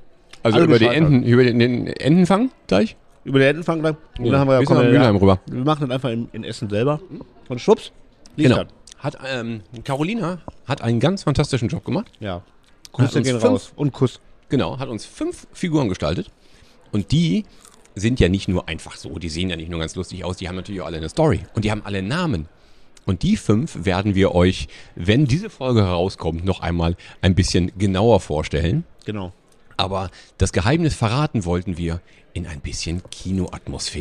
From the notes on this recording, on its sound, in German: Diesmal ohne Gast, dafür live on location, in Deutschlands schönstem Kino: es ist Manta-Zeit! Die aus der Lichtburg.